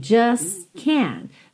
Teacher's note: Você talvez não ouça o T, nem do just, nem do can't.